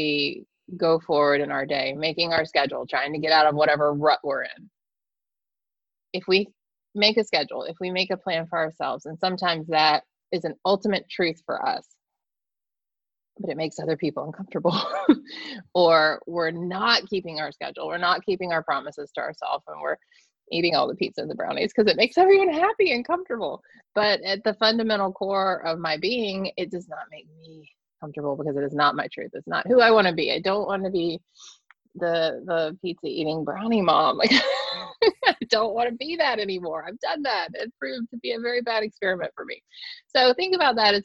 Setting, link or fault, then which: link, video call